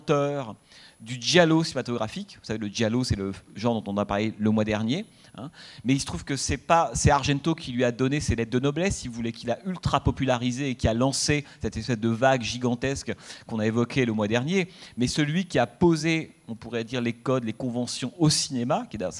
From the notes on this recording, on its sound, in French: suite à la projection du film le mercredi 7 mai 2014 au Centre des arts d'Enghien-les-Bains